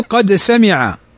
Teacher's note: فالدال تخرج من طرف اللسان مع أصول الثنايا العليا، وأما السين فتخرج من طرف اللسان مع ما بين الأسنان العليا والسفلى